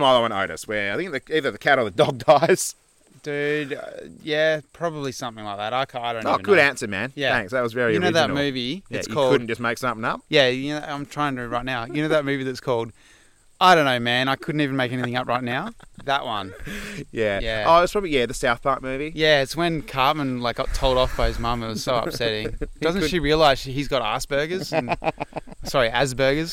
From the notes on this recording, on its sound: This week we ventured up a dry creek bed and set up to record smack bang in the middle of it. The sun peered through the trees on a 35-degree day as the bees, birds, and butterflies drank from the last puddles left in the creek bed.